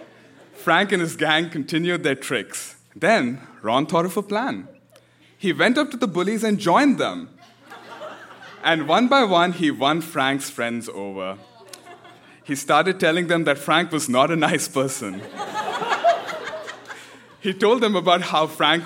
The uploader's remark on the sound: Recorded live at the Park Theatre in Winnipeg, MB.